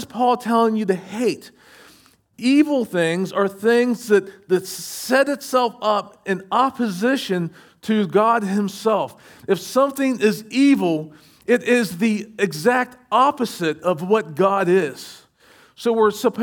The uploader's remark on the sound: Recorded at Shenandoah Valley Baptist Church. SVBC Morning Service.